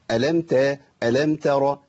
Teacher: ولا يجوز ان انطق التاء طاء طبعا، لان كده ابدلت حرفي بحرف القران